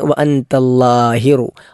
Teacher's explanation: അല്ലാ എന്നത് നാവ് മുൻപല്ലിൻ്റെ മുകളിൽ തട്ടുന്ന രൂപത്തിൽ ലാ ആണ് ഉച്ചരിക്കേണ്ടത്